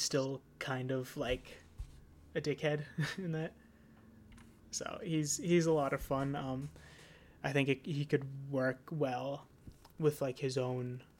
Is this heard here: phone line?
no